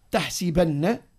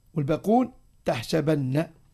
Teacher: وقرأ الحرميان وبصري وعلي بكسر السين والباقون بفتحها